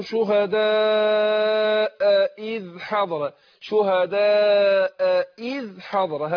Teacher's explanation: عايزك تاخد بالك من الهمزتين اللي ورا بعض، نحقق الهمزات